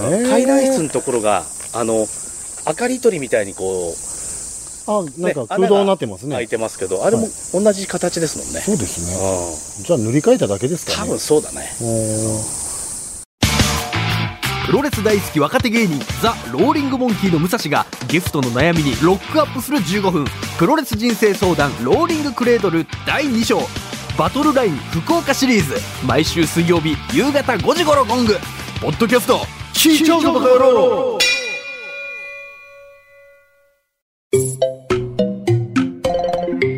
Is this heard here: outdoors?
yes